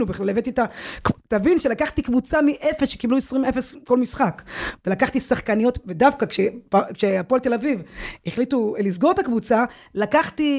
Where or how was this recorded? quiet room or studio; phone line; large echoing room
quiet room or studio